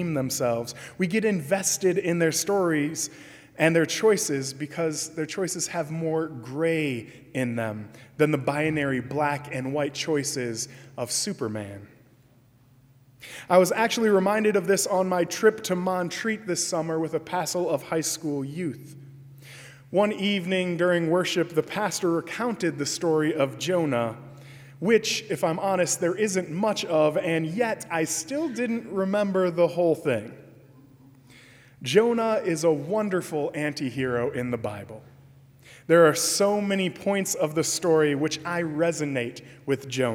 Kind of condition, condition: setting, large echoing room